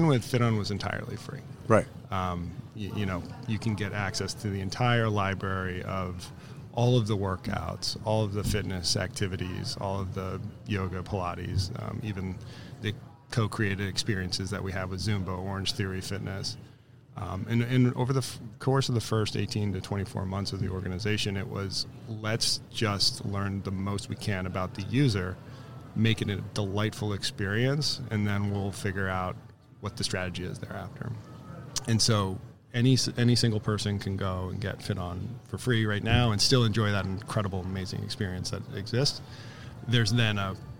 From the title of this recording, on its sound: Live from SHRM 2022